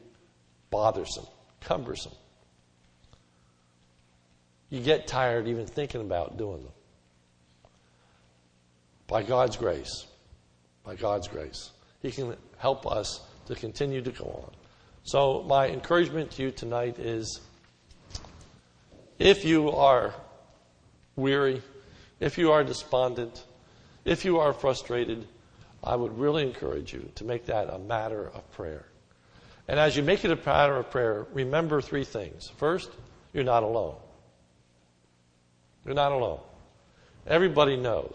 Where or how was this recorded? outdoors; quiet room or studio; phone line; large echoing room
large echoing room